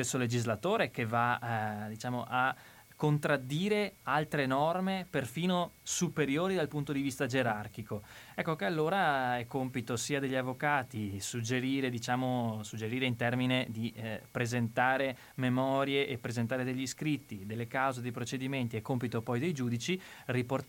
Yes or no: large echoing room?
no